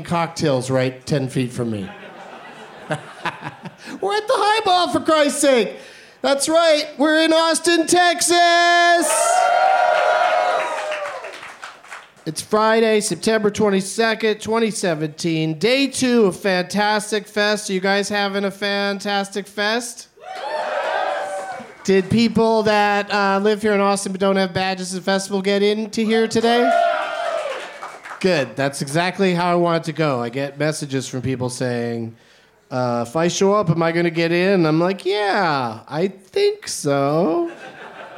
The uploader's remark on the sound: Live from Fantastic Fest in Austin